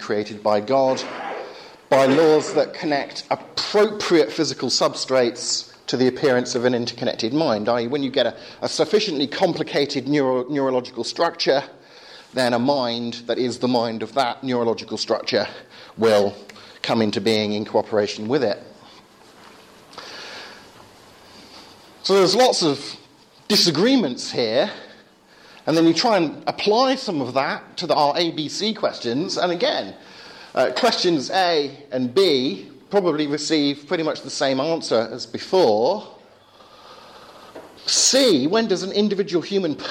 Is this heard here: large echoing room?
yes